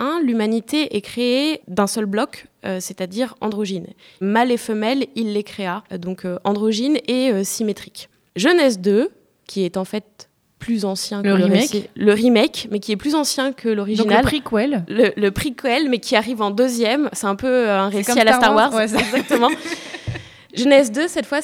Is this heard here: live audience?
yes